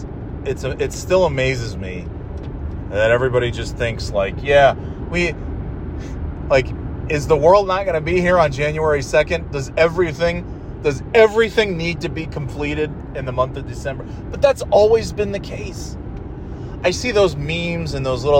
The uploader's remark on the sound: Monday Night Driving Podcast. Driving home from therapy and chattin' it up about traffic and more thrilling topics.